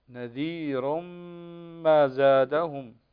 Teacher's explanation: متصل هنا فلما جاءهم نذير ما زادهم إلا عندنا تنوين وبعده الميم إدغام بغنة